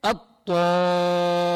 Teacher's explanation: هذه اللام لا تلفظ هنا، تضغم بالطاء